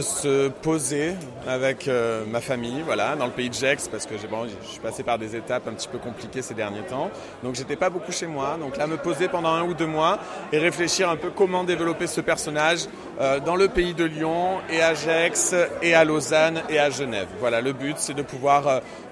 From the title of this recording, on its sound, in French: En direct du concours Drag France 2024 !